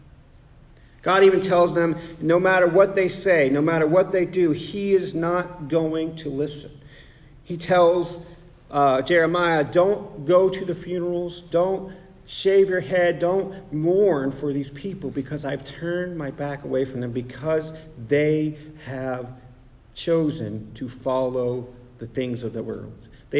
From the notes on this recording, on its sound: Sermon preached on November 12, 2023 at The Salvation Army Augusta Kroc